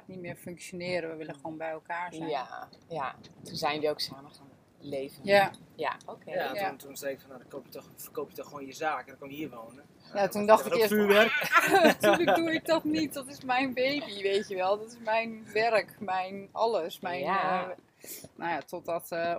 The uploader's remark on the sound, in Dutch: Op het heerlijke Vlieland! Compleet met meeuwengeluiden op de achtergrond.